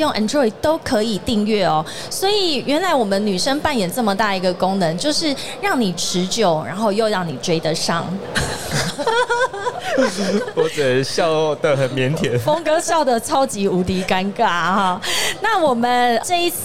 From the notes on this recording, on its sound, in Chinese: 2022 Taipei Cycle台北國際自行車展-Live Podcast。現場LIVE為台灣自行車乾杯！